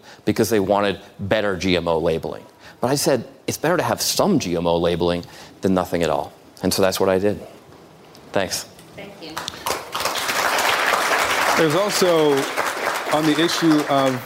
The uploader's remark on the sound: Live town hall.